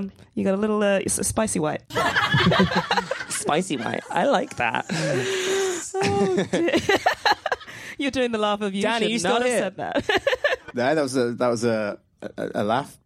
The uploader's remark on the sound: Live in Edinburgh